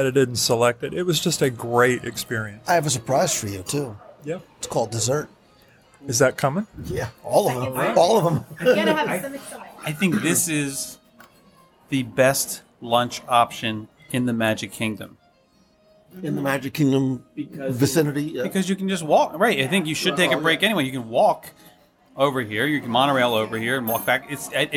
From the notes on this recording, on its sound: Live Review of Steakhouse 71. At the newly-opened Steakhouse 71 at Disney's Contemporary Resort for a live review of this family-friendly steakhouse.